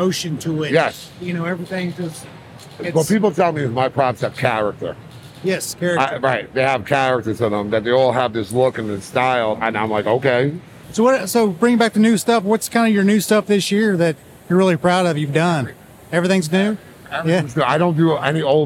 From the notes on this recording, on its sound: This interview was recorded during Transworld.